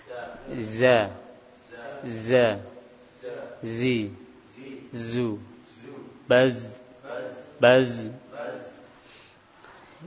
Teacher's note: Itu huruf Z, ya, makhraj daripada ujung lidah sama dua gigi seri bawah. Huruf Z ini memiliki sifat sofir. Memiliki sifat sofir. Ya. Sofir itu suara yang tajam.